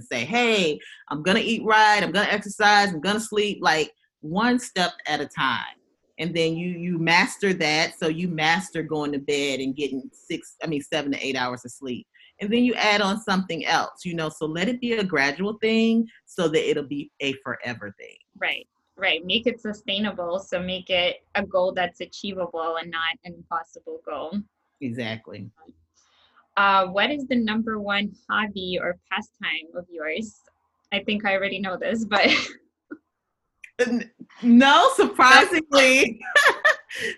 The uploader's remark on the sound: Zoom video interview.